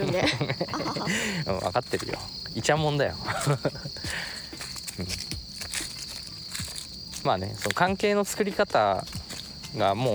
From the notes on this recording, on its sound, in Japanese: 犬のアロと散歩をしながらの収録。ニワトリ、カラス、虫、風、木の葉を踏む音。